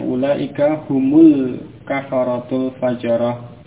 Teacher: Nah di situ hum mim sukun ya, asalnya dengan sukun ya, mimnya hum kemudian diikuti alif lam ya, maka di situ sukun pada mim diubah menjadi dhammah